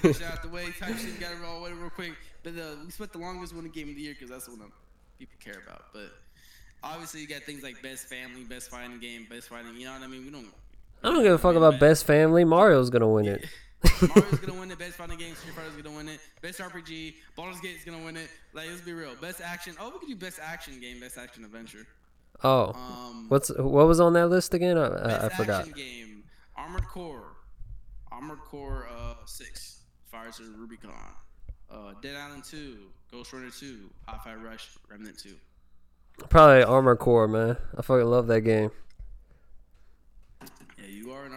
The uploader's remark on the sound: Side note the audio has a little echo to it.